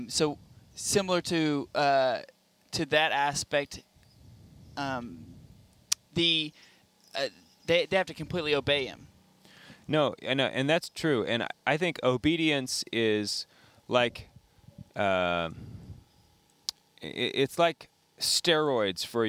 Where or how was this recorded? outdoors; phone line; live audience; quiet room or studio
outdoors